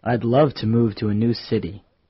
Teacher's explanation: Notice that to is reduced to t. · Term: Reduced form of to